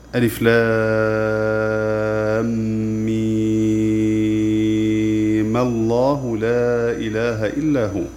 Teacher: فإن الميم تفتح حال وصلها بما بعدها لالتقاء الساكنين، وفي مد الميم عند الوصل بما بعدها وجهان الطول والقصر مع فتح الميم الساكنة، إذا الميم الساكنة مفتوحة لالتقاء الساكنين مع المد ومع القصر، وكلا الوجهين جائز ومقرؤون به.